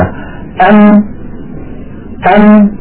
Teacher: انظري إلى شفتي أم أم، كيف خرجت هذه الميم الساكنة؟ بتصادم الشفة العليا مع الشفة السفلى